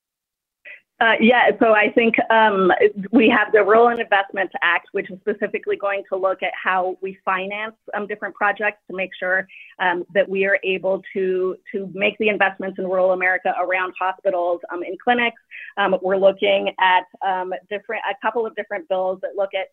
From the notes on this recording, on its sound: calls in from Hanover, Germany where he is attending Agritechnica